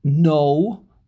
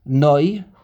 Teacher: The ches is pronounced as an aleph ches. The nun has a cholam, no, or if you're yeshivish, noi